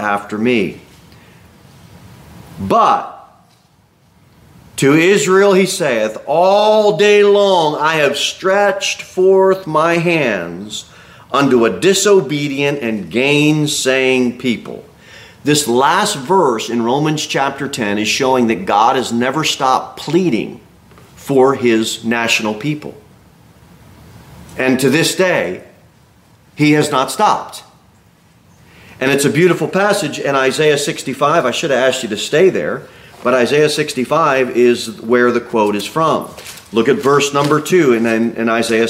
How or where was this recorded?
large echoing room